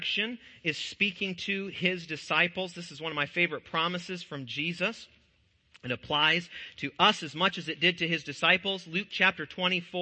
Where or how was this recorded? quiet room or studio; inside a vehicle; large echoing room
large echoing room